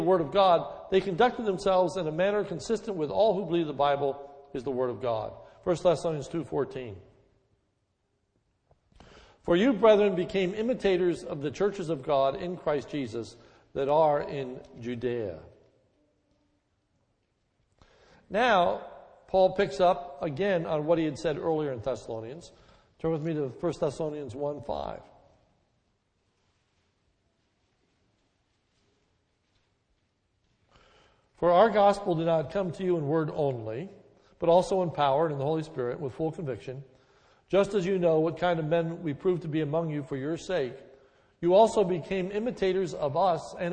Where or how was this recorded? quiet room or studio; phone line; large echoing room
large echoing room